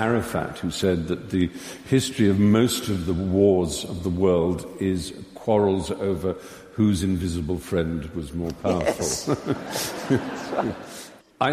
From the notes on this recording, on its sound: The event originally took place on the 11th November 2011 at The Southbank Centre’s Royal Festival Hall and was watched live by 2500 at the venue. At The Southbank Centre’s Royal Festival Hall and was watched live by 2500 at the venue, and by thousands more in UK cinemas and online.